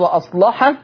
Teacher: ما ننساش تغليظ اللام بتاعت وأصلح